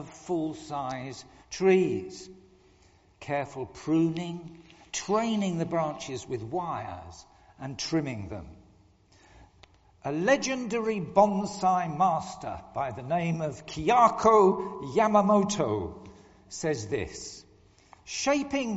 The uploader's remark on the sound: Recorded at the 10:00 service on Sunday 5th March 2023 at All Saints Church, Malvern.